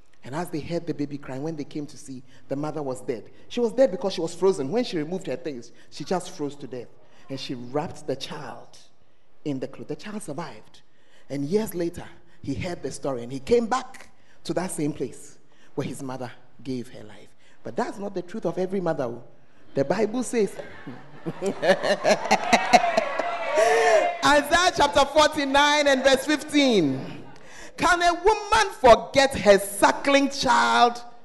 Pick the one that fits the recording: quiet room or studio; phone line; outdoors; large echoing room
large echoing room